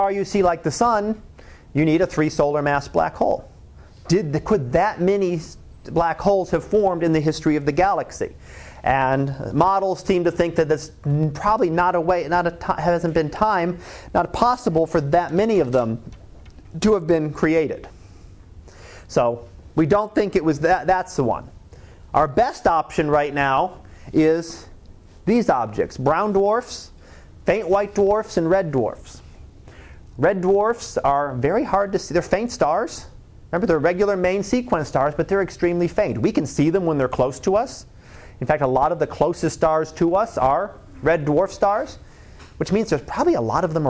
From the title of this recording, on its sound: Live Class Lecture